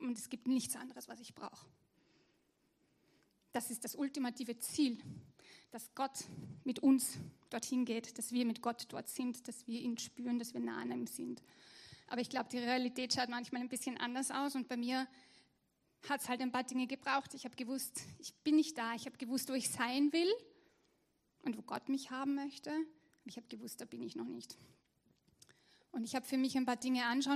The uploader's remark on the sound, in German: Gottesdienst live aus der LIFE Church Wien.